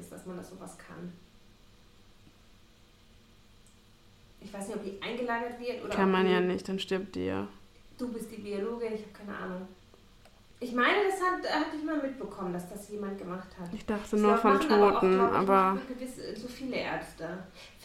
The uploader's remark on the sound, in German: wir haben Dackelbesuch bei der Aufnahme.